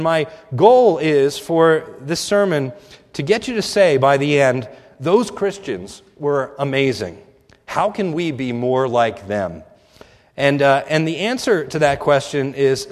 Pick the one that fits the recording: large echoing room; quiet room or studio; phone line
large echoing room